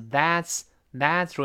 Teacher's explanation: T 撇儿 S 在一块儿跟 T S 一样发 ts